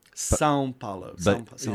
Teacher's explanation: It sounds like you're putting an N on it.